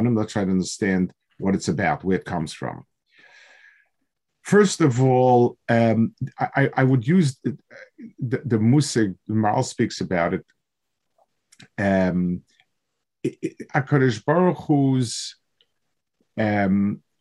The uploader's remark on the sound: This shiur take place over Zoom.